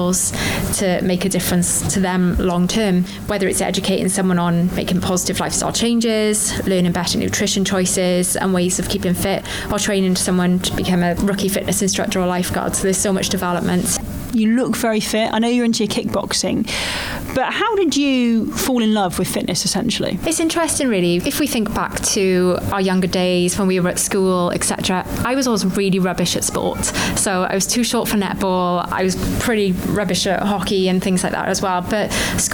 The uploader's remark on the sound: takes us to one of Newport Live’s four gyms across the city